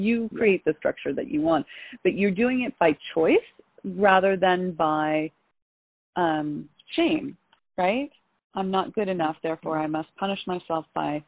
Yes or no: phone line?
yes